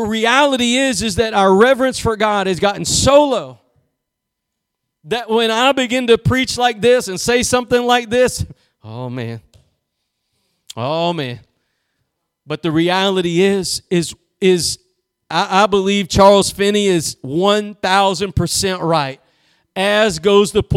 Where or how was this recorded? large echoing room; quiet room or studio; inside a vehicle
large echoing room